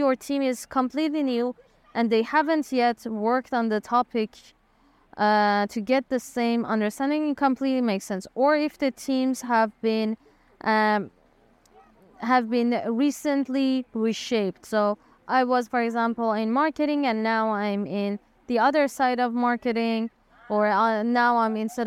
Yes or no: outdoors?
yes